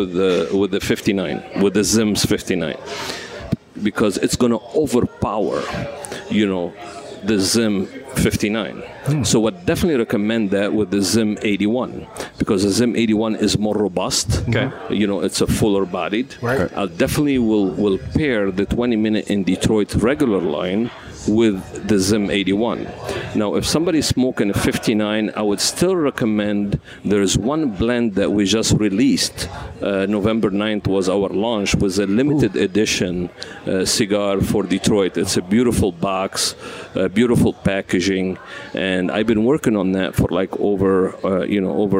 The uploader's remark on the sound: We broadcast live at La Casa